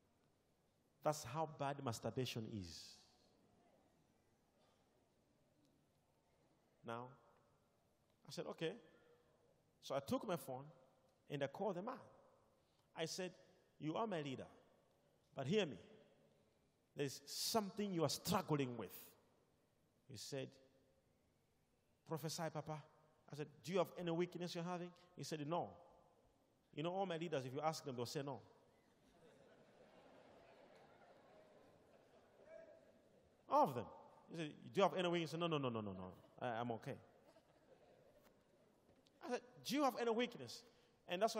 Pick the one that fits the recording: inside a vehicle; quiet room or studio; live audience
live audience